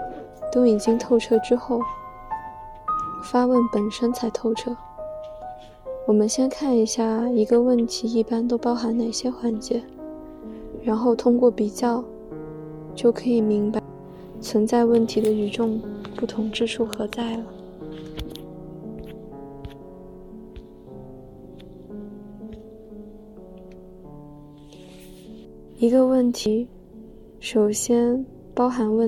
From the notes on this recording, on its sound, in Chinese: 没有准备，也不打算剪辑。这个BGM是我读海德格尔的时候，晚上从图书馆走回宿舍的背景音乐。带有轻微的舍友发出的杂音。